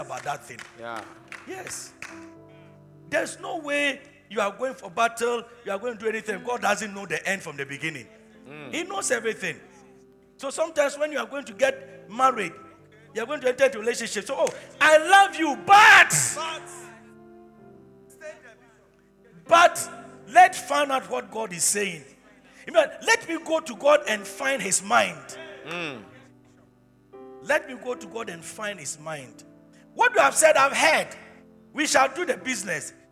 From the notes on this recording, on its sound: Preached at the Truth Cathedral, Loyalty House International. Abbey-Dawhenya.